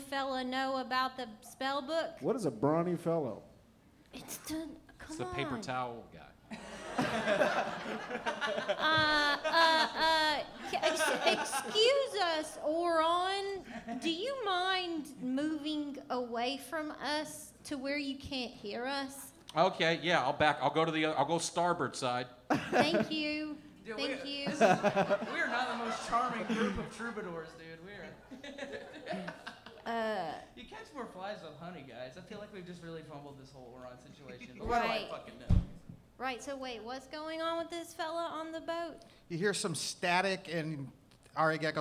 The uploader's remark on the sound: Live Show at Zanies Nashville. Recorded live at Zanies Comedy Club in Nashville, Tennessee. Live on stage.